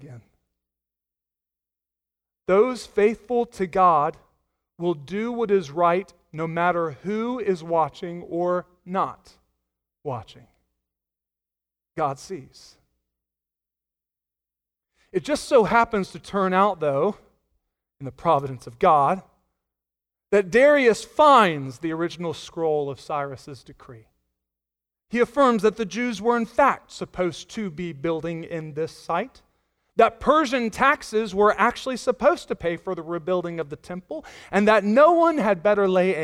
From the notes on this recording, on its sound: Sunday Morning Sermon Audio